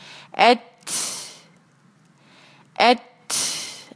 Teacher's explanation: آواز ختم ہو جاتی ہے لیکن اس کی سانس کی آواز پلٹتی ہے · Term: ہمز